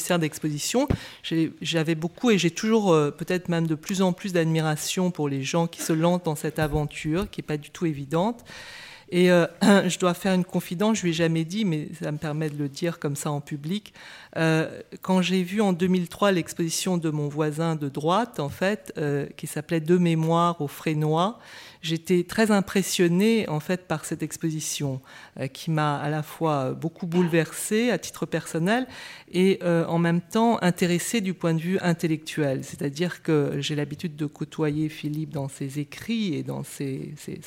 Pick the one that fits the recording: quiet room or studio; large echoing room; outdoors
large echoing room